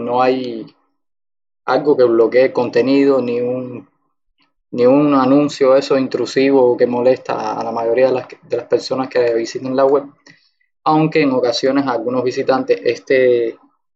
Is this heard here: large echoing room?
no